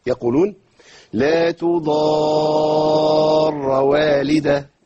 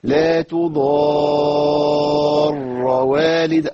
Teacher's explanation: وجود الراء مشددة وأولها ساكن · Shown in: second take · Term: التشديد